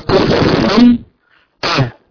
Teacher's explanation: عن أحد لابد تظهر الهمزة